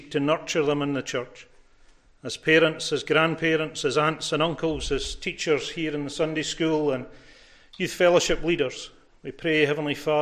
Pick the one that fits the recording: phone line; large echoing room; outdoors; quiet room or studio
large echoing room